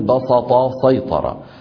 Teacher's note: ومن العرب من يفخم السين في هذين الفعلين لمجاورتهما الطاء المستعلية المطبقة فيقول بسط سيطر.